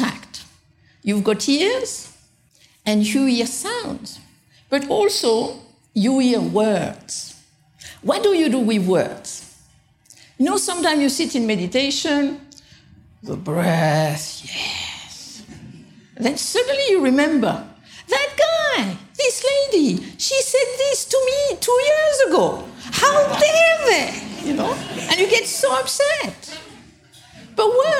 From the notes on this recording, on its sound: Taken from the Buddhist Geeks Conference in 2012.